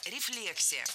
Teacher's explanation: Ударение ставим на второй слог, как и в исходном существительном. Рефлекс, рефлексия.